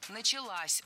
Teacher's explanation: Похожая ошибка, примерно такая же, что и в предыдущем примере, но у нас здесь женский род. Опять же, возвратная часть «с» притягивает ударение к себе